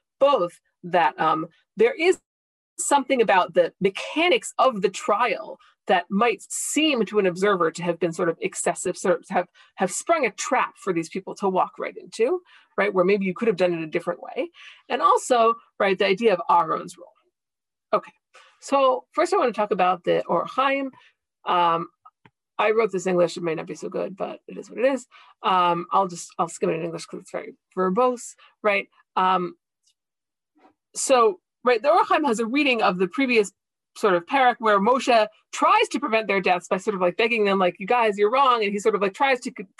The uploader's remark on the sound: This audio was originally captured from Zoom